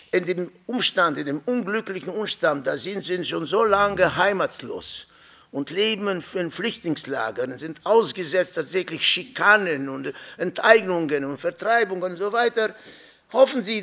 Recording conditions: live audience